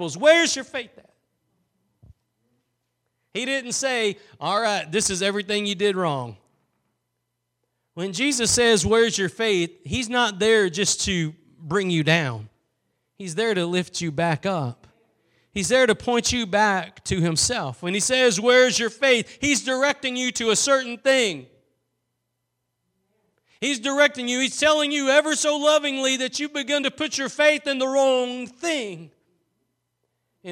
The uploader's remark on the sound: Preached at Gospel Lighthouse in Bossier City, La.